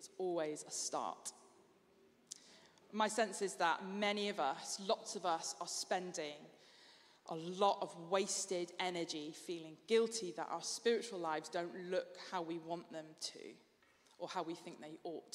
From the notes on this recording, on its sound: Streamed live at St Paul's Shadwell